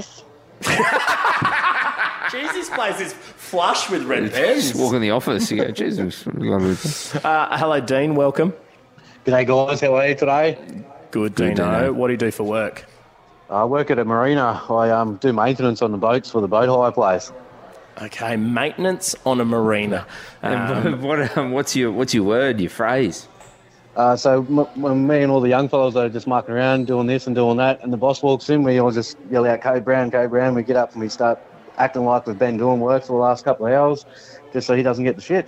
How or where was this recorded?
busy venue